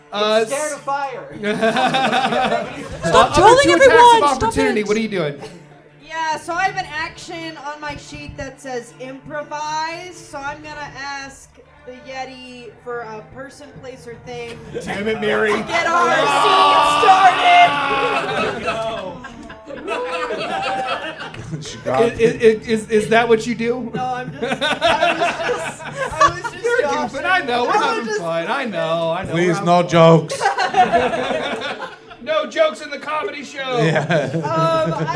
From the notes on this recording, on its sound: From our new live show, Thirst For Adventure!